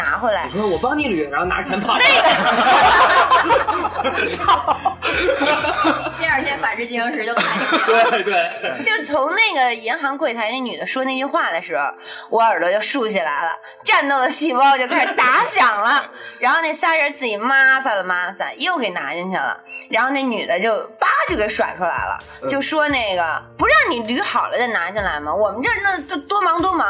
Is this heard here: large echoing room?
no